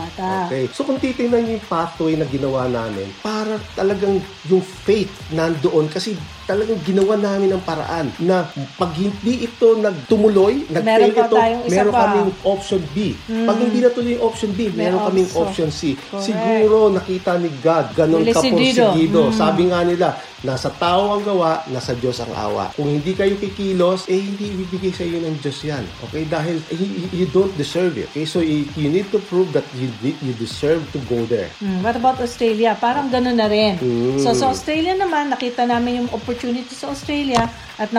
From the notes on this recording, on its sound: Note there is a slight hissing sound in our audio, but otherwise still loud and clear. Hope you do not mind this slight technical glitch.